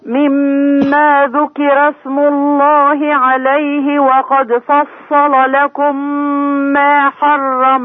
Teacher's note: مما ذكر عايزين نبين ترقيق الراء